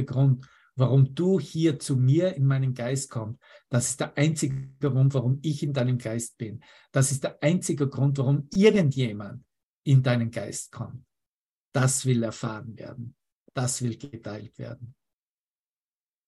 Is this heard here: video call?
yes